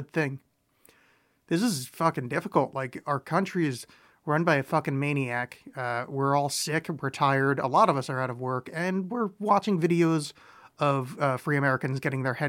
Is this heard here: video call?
no